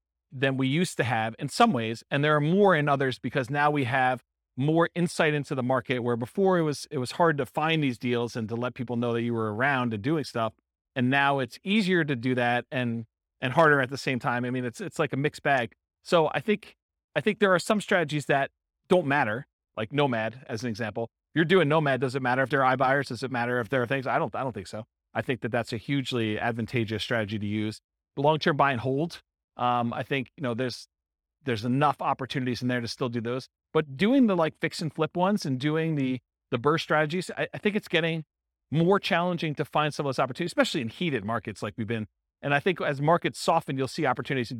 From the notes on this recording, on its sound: This was a live class recorded. Allentown, Pennsylvania.